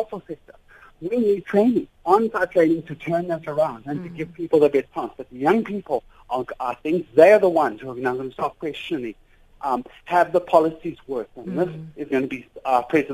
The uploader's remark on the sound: On the line we are joined